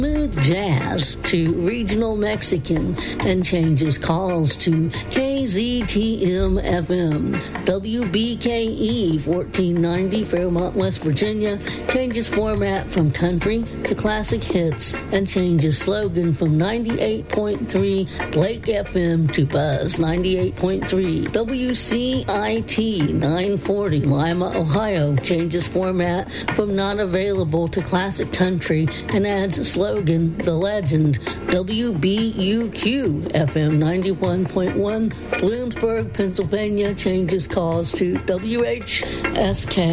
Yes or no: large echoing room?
no